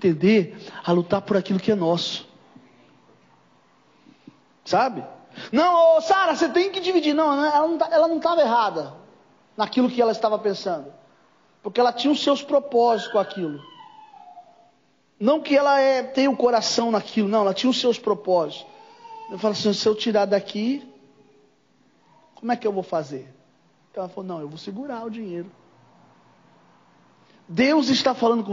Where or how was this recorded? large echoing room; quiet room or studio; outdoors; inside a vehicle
large echoing room